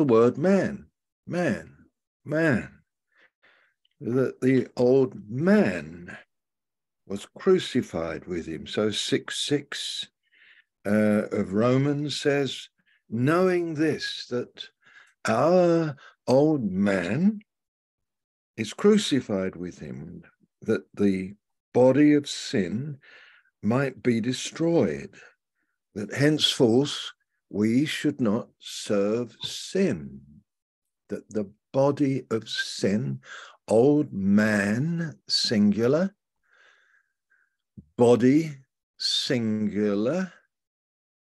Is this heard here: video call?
yes